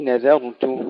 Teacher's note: ترقيق الذال والنون وتفخيم الراء